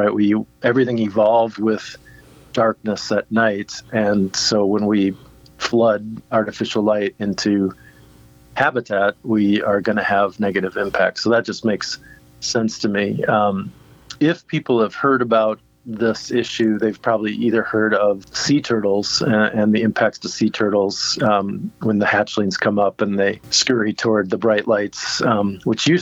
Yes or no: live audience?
no